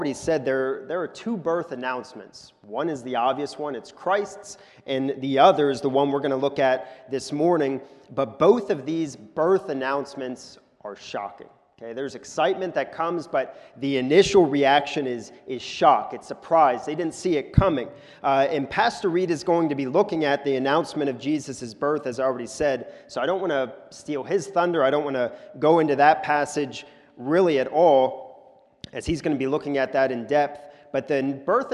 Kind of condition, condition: setting, large echoing room